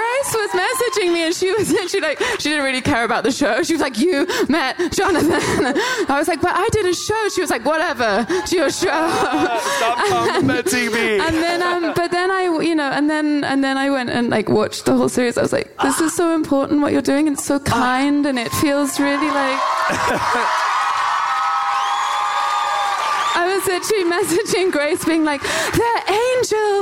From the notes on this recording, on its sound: Our favorite Getting Curious tapings from festivals, tour stops, and even a cruise. This week, cool down with interviews recorded live at Clusterfest and Outside Lands in San Francisco, and Vulture Fest in New York.